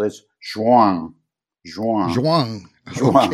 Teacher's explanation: the Portuguese pronunciation is a little different. It's more nasal. It's Juan. Juan.